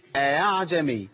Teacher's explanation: اخلي الهمزه بين الهمزه والالف، بين الهمزه واصل حركتها. · Term: التسهيل